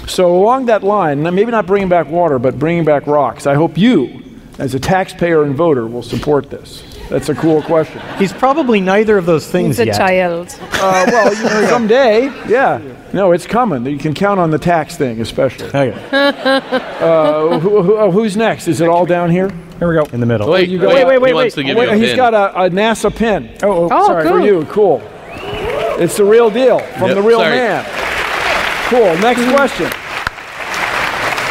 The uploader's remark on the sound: StarTalk Live! from SF Sketchfest 2016. Recorded live at SF Sketchfest.